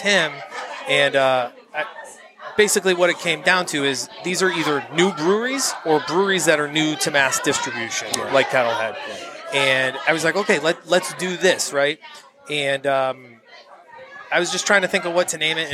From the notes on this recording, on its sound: caught up with us at the Brockton Beer Company festival